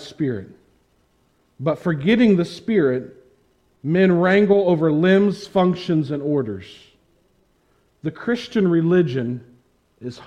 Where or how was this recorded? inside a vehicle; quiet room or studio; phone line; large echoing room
large echoing room